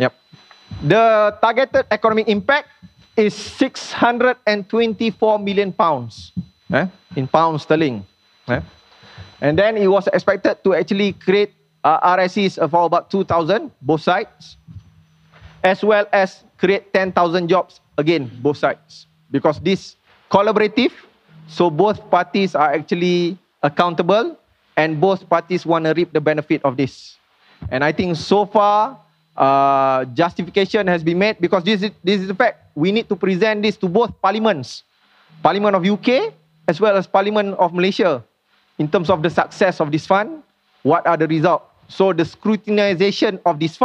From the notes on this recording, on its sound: LIVE KEYNOTE. This podcast is recorded during the Symposium on Academia Industry Collaboration organised by SMRI UiTM, MARii and KPM on 24 Sept 2019, in Shah Alam.